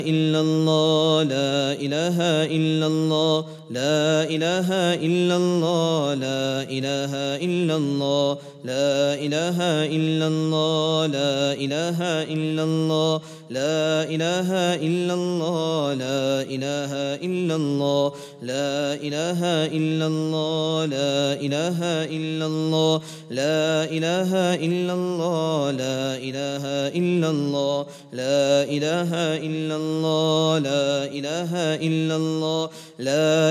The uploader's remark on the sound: at the Houghton Masjid (West Street)